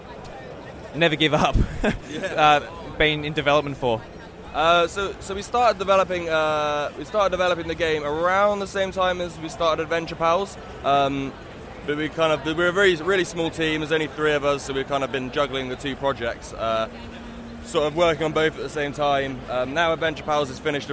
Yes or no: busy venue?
yes